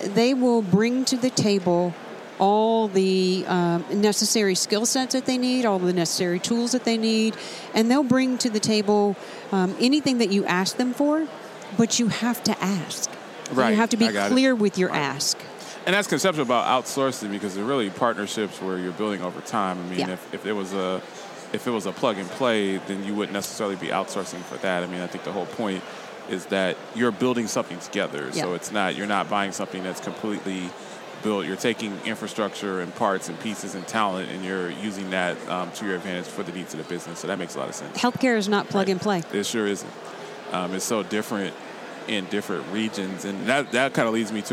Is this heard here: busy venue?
yes